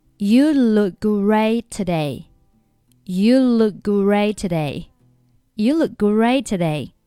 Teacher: Look,末尾的清辅音 k,以及 great,末尾清辅音 t,都不用发音。